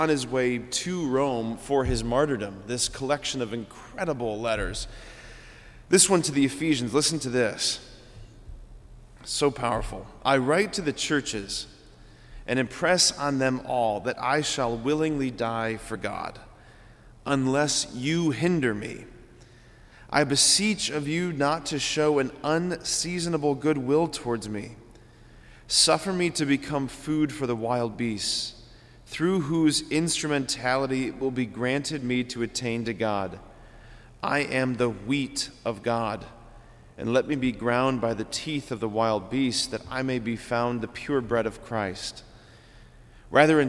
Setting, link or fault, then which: setting, large echoing room